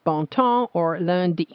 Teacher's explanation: result in two nasal sounds that do not exist in English, o and un. Familiar to French speakers, for example, in words bon ton or lundi.